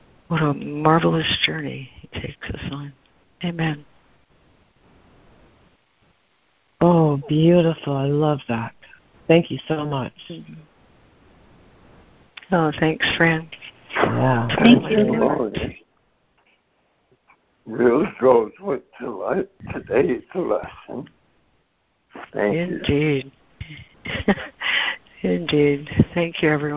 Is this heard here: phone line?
yes